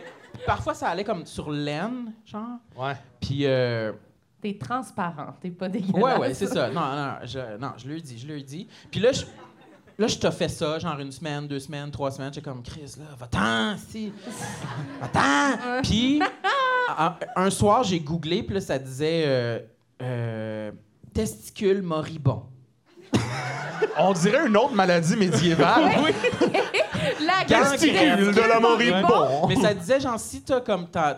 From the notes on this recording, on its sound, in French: LIVE au ComediHa! Fest 2022. Lors de cet épisode LIVE devant public au ComediHa!